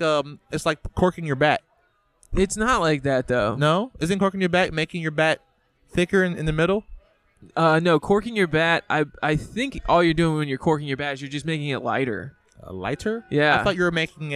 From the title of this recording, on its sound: Live from The Lamp